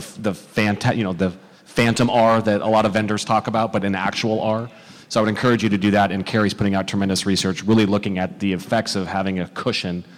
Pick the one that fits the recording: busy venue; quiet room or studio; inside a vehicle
busy venue